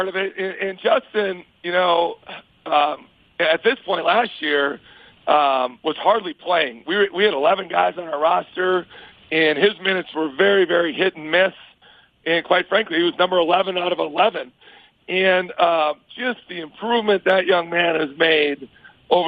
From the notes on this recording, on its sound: joined in on the phone